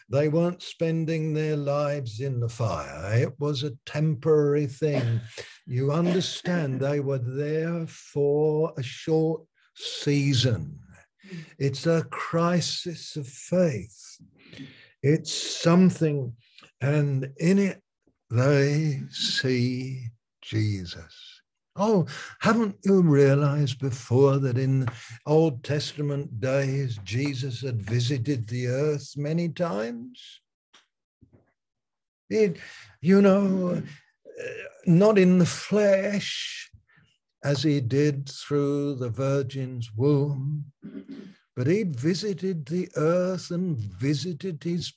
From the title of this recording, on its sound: Malaysia Meets (Zoom)